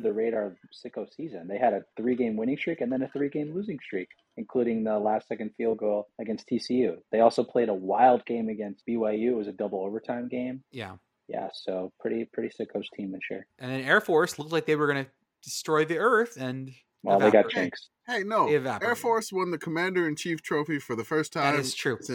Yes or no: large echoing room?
no